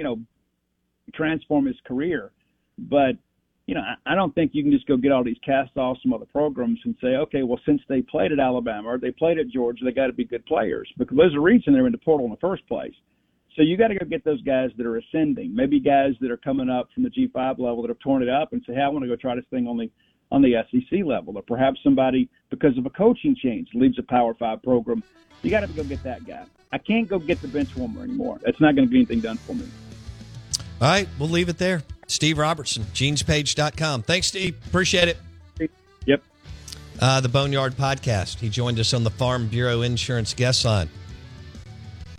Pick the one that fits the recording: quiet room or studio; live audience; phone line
phone line